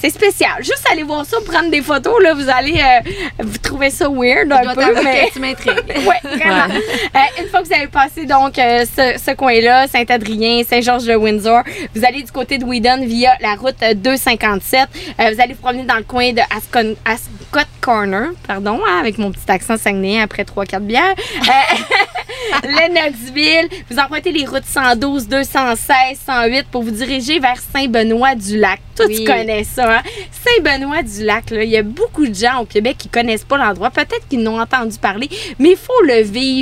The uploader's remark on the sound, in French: Encore une fois enregistré sur un PONTON ! Merci à Sports DRC Alma pour votre accueil!